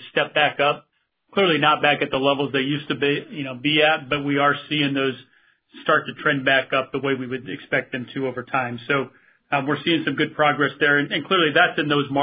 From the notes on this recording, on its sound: Q3 2020 Earnings Conference Call